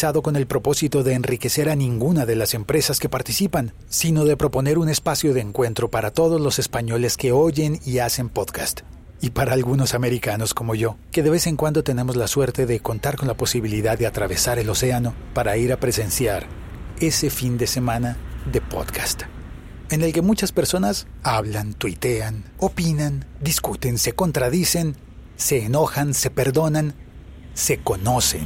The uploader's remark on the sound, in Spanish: JPOD Binaural. Un episodio pódcast grabado en sonido binaural, por las calles de Madrid, de camino a las Jornadas de Podcasting de España.